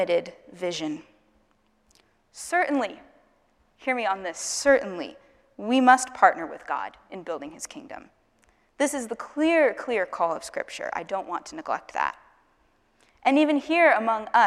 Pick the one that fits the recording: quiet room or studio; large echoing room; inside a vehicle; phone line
large echoing room